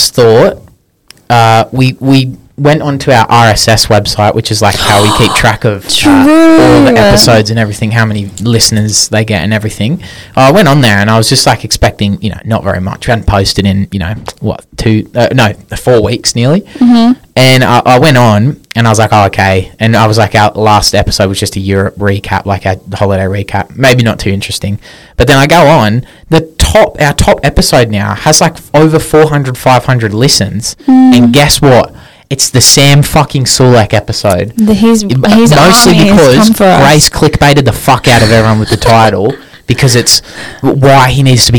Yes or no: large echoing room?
no